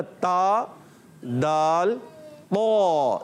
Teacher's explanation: हमारी जबान जो है जबान का सिरा ऊपर लगता है और दांत जो होते हैं उनकी जड़ में जाके लगता है, तो अदा होगा ता दाल पो। · Term: उर्फे नितईया